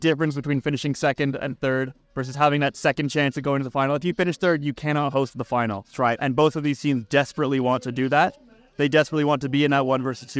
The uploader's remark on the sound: at Saturday's post match press conference